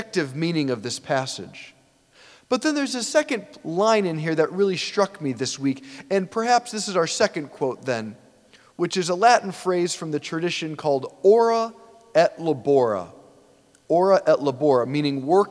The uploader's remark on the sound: preached this homily on November 19, 2023 at St Basil the Great Catholic Church in Brecksville, OH.